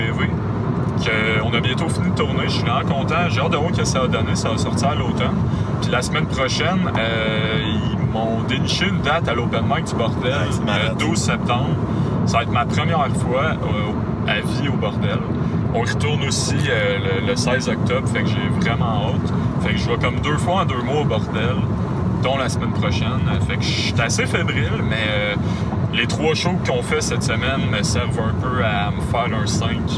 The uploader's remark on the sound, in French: se déroule sur la route alors que vos animateurs se rendent à un open-mic à St-George de Beauce